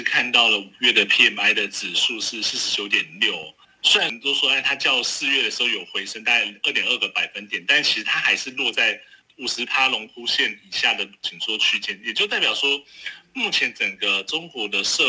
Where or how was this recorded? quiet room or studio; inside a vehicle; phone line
phone line